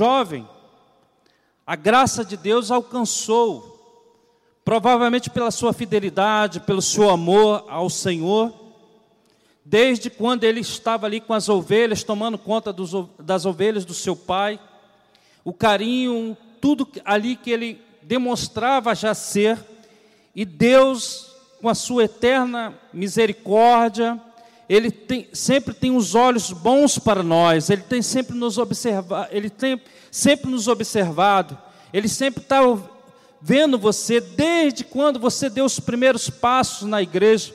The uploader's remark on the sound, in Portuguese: CULTO DE LOUVOR E PALAVRA AO VIVO